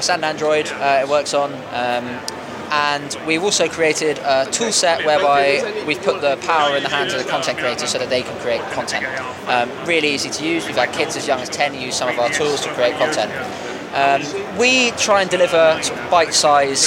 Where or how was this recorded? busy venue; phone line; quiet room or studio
busy venue